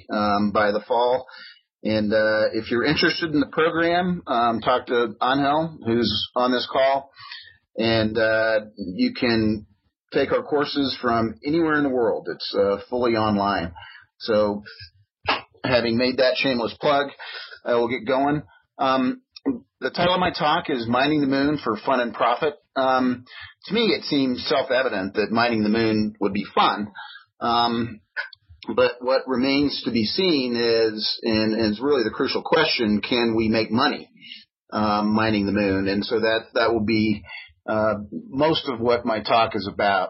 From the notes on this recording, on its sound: This talk was featured in the mid-June Future In-Space Operations weekly teleconference.